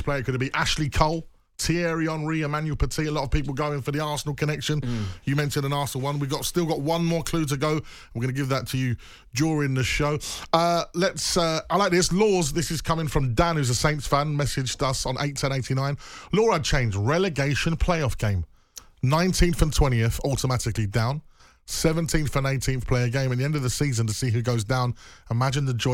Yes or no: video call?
no